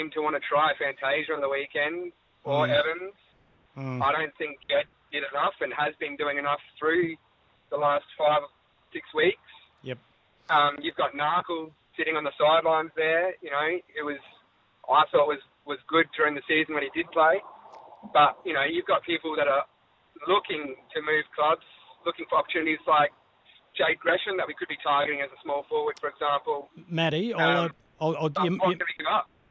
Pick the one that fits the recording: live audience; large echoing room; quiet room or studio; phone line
phone line